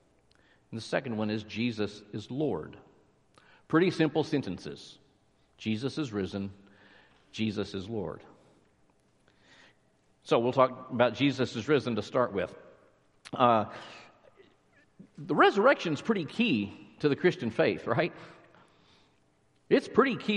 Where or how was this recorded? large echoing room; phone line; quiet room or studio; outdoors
large echoing room